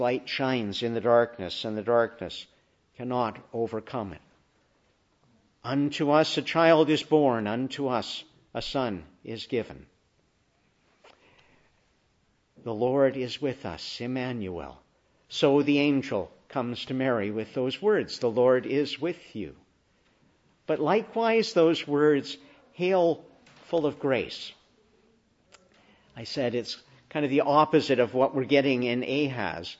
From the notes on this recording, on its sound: Preached in the Annunciation of the Blessed Virgin Mary, Ottawa, on our Feast of Title.